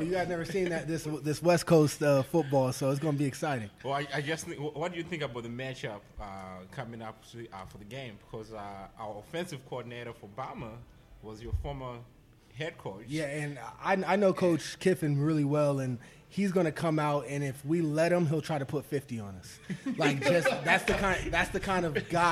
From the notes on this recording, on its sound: live from Jack Demsey's